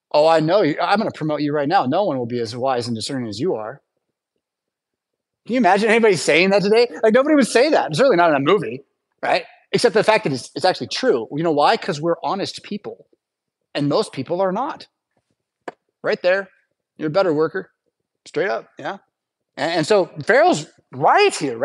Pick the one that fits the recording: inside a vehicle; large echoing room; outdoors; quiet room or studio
large echoing room